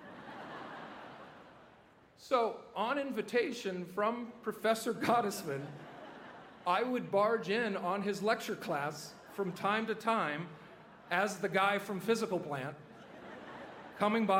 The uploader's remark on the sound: delivered the 134th commencement address at the University of Southern California on May 12, 2017